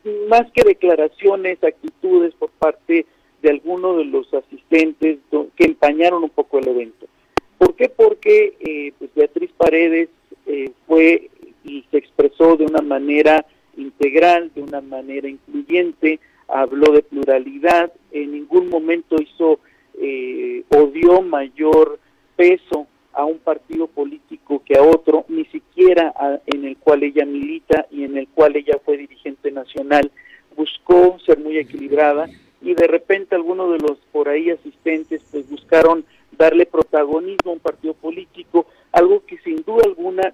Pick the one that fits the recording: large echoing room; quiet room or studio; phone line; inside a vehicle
phone line